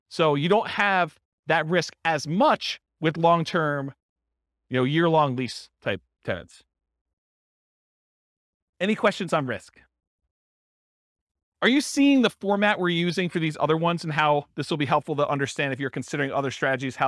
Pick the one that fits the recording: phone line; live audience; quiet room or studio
live audience